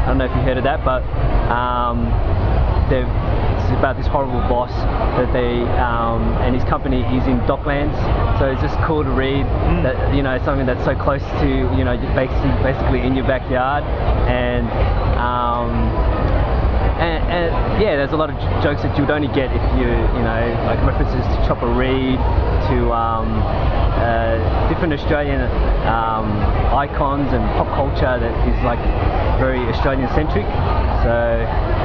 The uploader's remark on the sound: talks to the punters at Oz Comic-Con in Melbourne